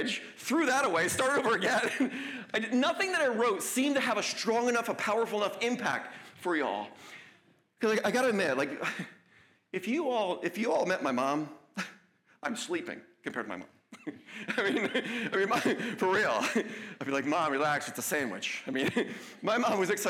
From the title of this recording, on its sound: LIVE at the County College of Morris